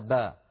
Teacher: إذن صارت الباء المرققة بين راء مفخمة وصاد مفخمة